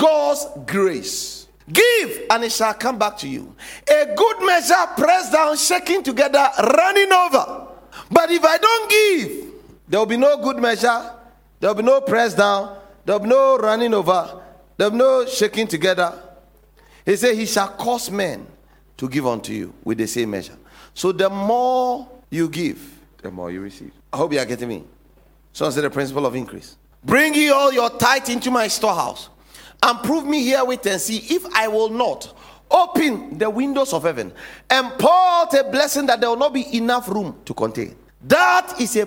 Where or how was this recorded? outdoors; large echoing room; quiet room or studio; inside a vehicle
large echoing room